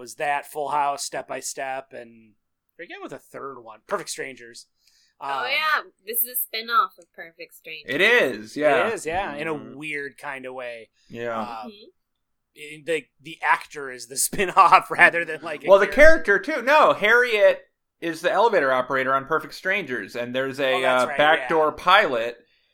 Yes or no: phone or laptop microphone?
no